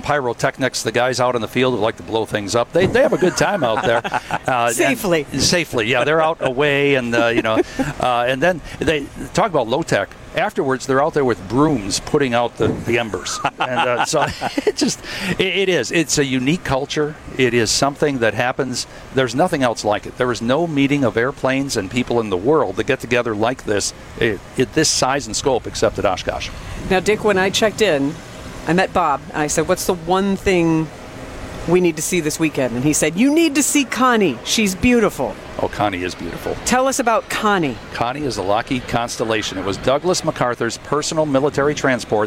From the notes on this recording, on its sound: Wisconsin's Afternoon News Live at EAA Airventure Oshkosh.